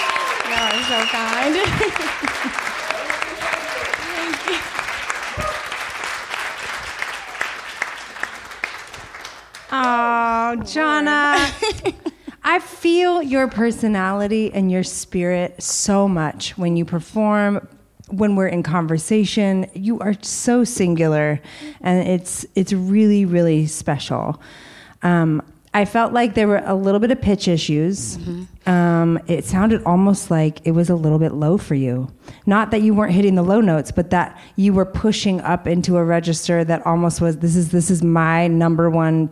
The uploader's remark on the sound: The artists arrive in New York City for the live finale. In front of a live audience.